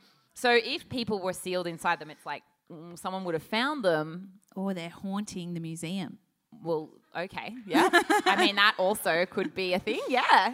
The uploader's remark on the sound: Sydney Live Show. Finally, a venue decides to record. Sydney show at Marrickville's Factory Theatre.